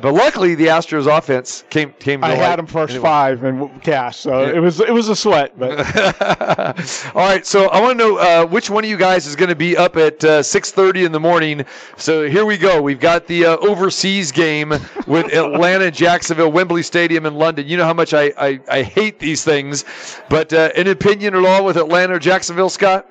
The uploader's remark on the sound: Live from the Super Book at the Westgate Las Vegas